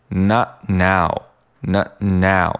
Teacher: not 里面这个 t,也是读成一个半音，只阻滞空气，不爆破空气